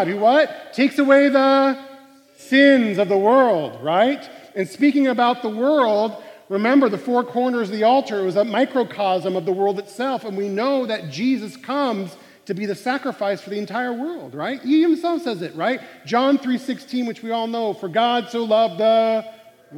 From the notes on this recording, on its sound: Live recording of CUI's Monday Chapel Band.